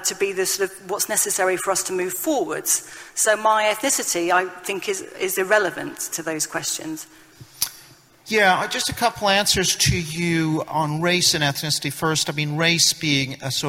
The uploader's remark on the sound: Speech at New Culture Forum Conference